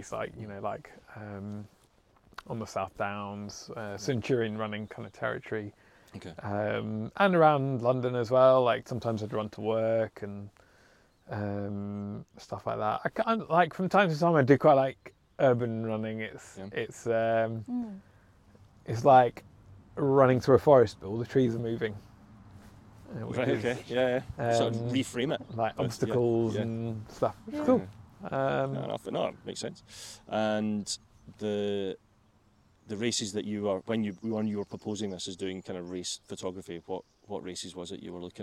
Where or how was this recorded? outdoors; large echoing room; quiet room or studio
outdoors